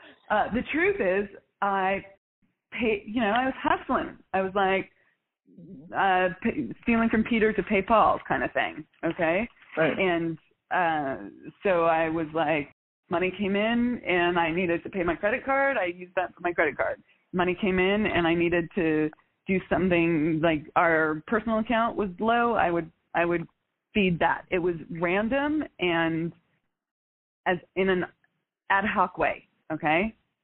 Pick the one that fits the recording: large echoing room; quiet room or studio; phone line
phone line